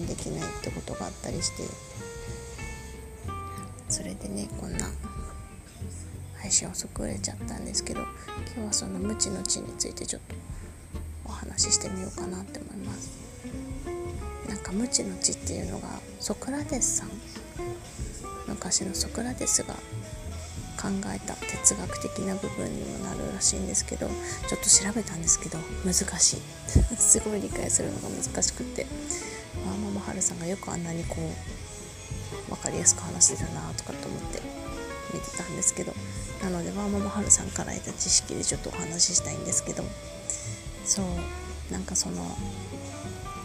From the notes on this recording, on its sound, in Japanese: 好きなバンドの曲を聞きながら収録していたので、音楽が少し入ってます。